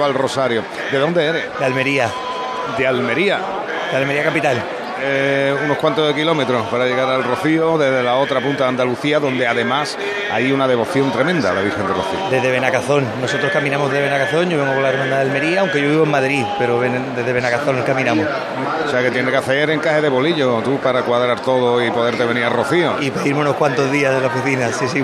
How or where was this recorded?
outdoors